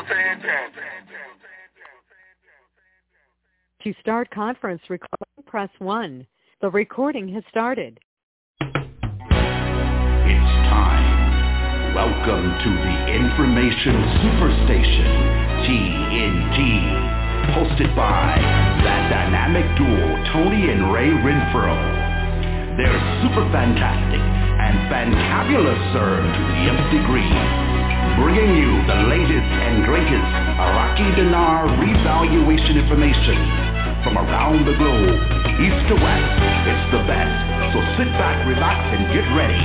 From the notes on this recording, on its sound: TNTSuperfantastic Conference Call